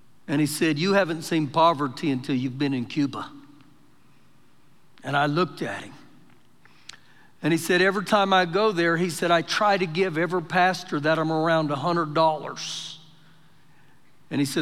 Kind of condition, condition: setting, large echoing room